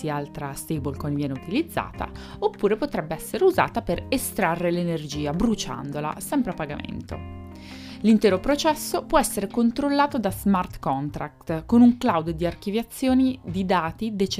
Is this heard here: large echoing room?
no